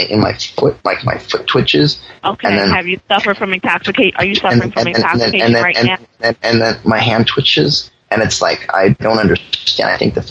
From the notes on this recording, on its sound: Prank Phone Calls